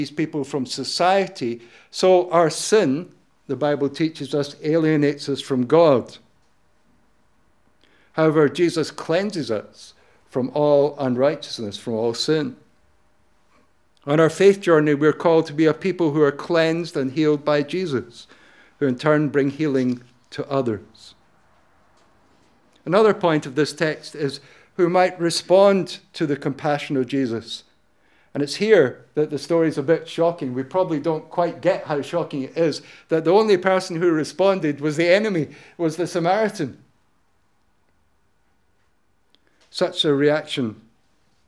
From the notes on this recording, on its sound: Audio podcast of morning service